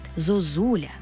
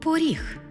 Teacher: Ненаголошений «о» наближається до «у» лише перед складом з наголошеним «і» або «у».